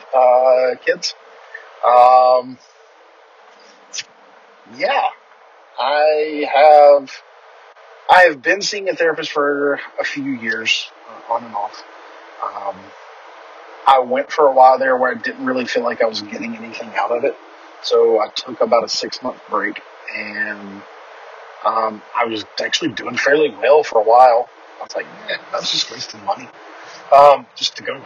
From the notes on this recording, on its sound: The audio isn't the greatest, but that'll be fixed soon.